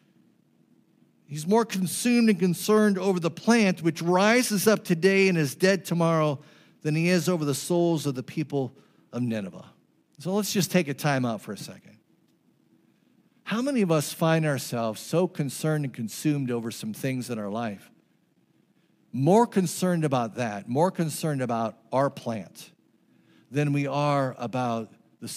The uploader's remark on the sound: This message was preached on June 11, 2023 at FIVE39 Church.